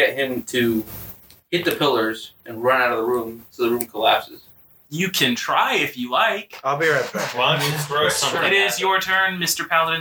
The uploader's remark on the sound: Sorry for the bad quality of the sound, we are still working out how to make everything sound good and make sure everyone is clear.